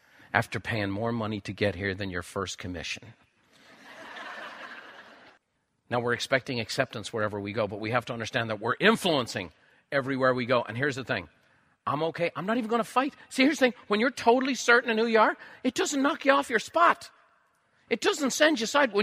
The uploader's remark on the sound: A live recording from a recent Buffini & Company event.